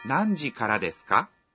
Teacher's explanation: Sau des là ka, trợ từ để biến câu khẳng định thành câu hỏi. Vì vậy, khi nói câu này phải lên giọng.